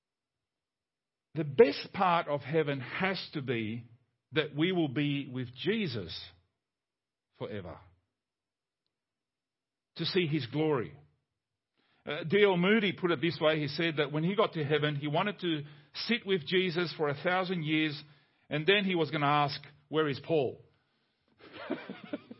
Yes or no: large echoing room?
yes